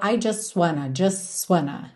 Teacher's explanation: repara como você não ouve o T do just